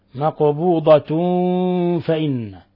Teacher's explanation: طيب، قوله تعالى ففرهان مقبوضة، تنوين ضم جاء بعدها حرف الميم، الحكم التجويدي إضغام بغنة، ومقبوضة القاف سكنت فقلقلت، مقبوضة فإن، تنوين ضم جاء بعده حرف الفاء الحكم التجويدي إخفاء حقيقي